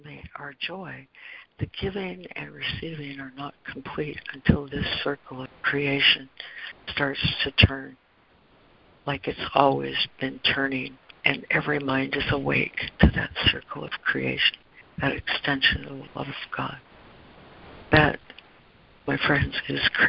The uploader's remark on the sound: ACIM Daily Conference Call